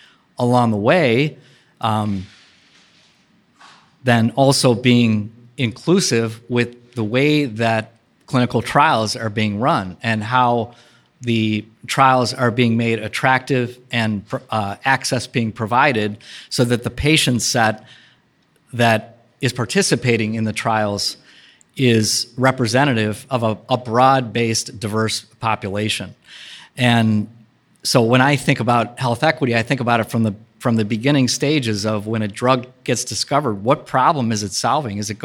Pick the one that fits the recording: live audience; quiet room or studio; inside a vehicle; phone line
live audience